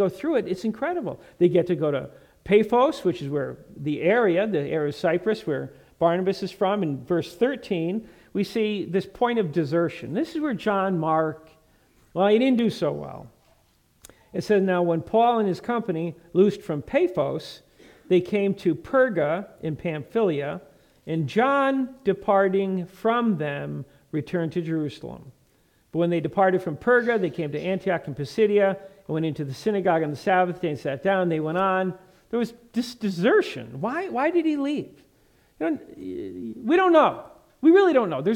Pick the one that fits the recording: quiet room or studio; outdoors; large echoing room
large echoing room